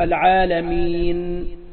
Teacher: قال أما الفتح فلا روم، الفتح فلا روم فيه ولا إشمام، لا يدخل الروم الكلمة المفتوحة لآخرها فتح، مثلا العالمين ليس فيها روم، إنما تنطق العالمين، يقف عليها بالسكون المحض لا يعطيها إشماما ولا يعطيها روما